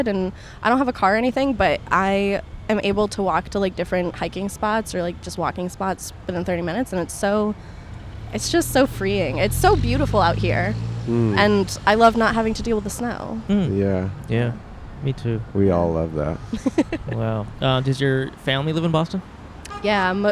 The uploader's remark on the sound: At The WGA Netflix Strike. In front of the Netflix building in Los Angeles.